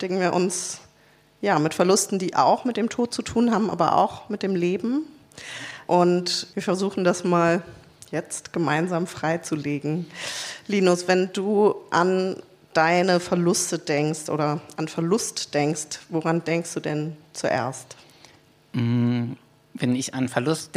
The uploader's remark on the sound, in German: Wir haben mal wieder live gepodcastet - diesmal im Roten Salon der Volksbühne im Rahmen des Festivals "Archäologie des Verlusts"!